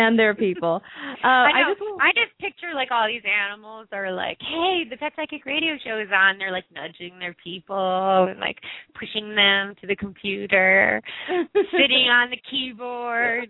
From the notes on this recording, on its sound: open up the lines for listeners to call